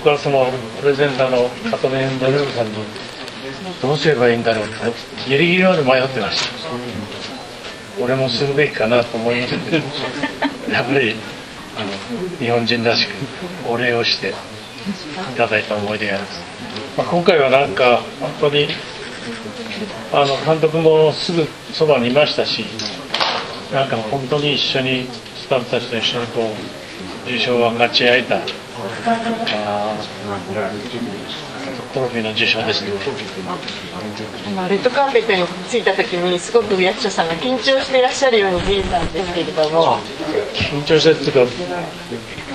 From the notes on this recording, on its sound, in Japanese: 現地から届いたばかりの、受賞直後の囲み取材音声をフル尺でお送りします。第76回カンヌ国際映画祭のコンペティション部門で。